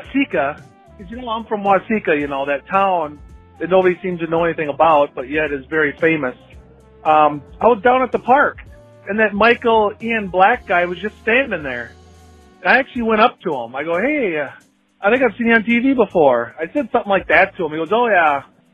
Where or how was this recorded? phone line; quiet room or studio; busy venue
phone line